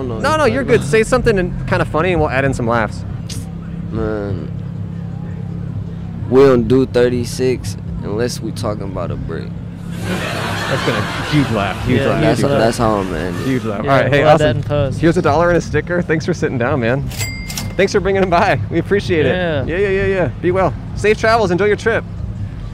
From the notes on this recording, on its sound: Recorded on 4/16/21 on Hollywood Blvd in Hollywood, California.